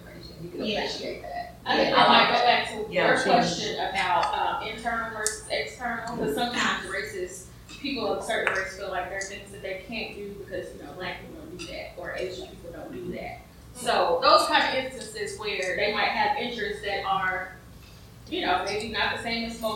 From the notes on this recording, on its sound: Unfortunately we picked up a good bit of room noise during this event. Most everything is audible; however, it doesn't sound as good as usual. The recorder also cut off before the end.